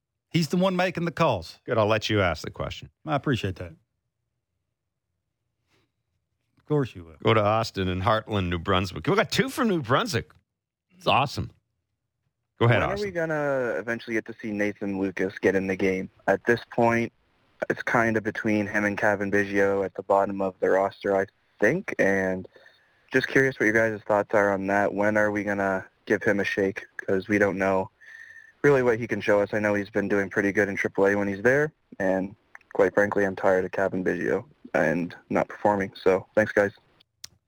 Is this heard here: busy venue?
no